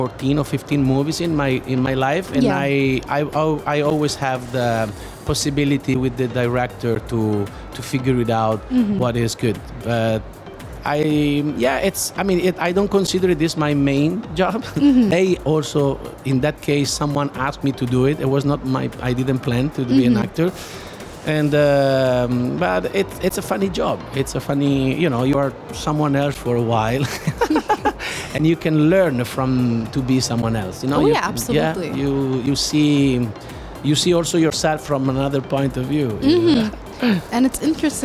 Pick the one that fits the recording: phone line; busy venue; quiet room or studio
busy venue